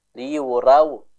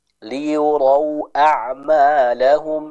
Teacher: Contoh liurau, ini kurang tepat, harusnya ro sempurna dengan vokal huruf o. · Shown in: second take · Liurau a'malahum, seperti itu.